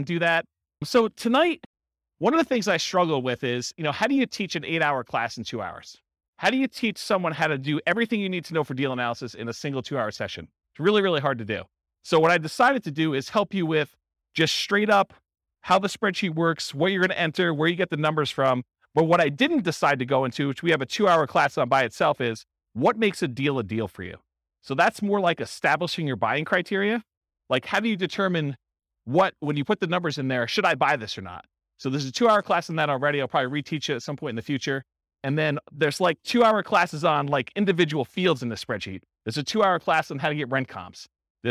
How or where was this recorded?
live audience